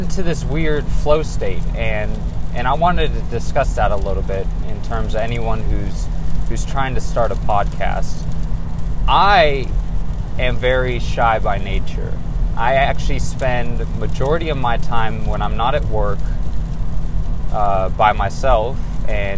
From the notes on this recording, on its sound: Reporting live from my Honda. Im not even kidding I almost died recording this one. Do not try podcasting while driving in the rain it can be moderately dangerous!